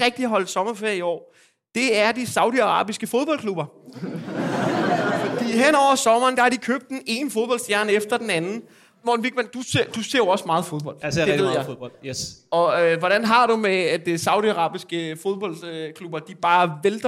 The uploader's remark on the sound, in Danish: Afsnittet er optaget live på Comedy Zoo